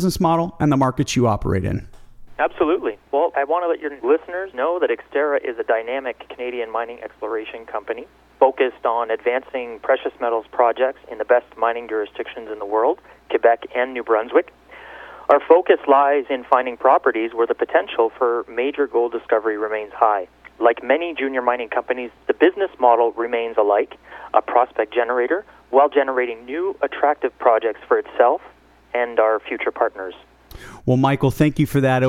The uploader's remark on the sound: called in to SmallCapVoice.